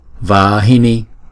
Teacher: Chỗ chữ va là hai nhịp, hini là một nhịp